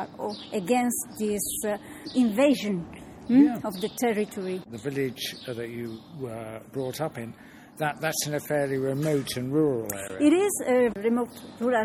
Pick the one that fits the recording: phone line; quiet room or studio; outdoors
outdoors